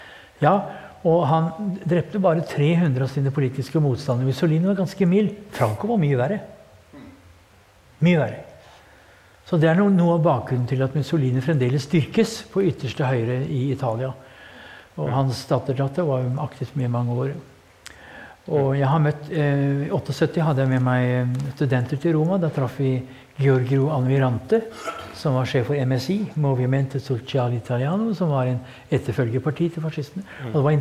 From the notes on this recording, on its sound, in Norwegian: på Nobels Fredssenter med publikum tilstede.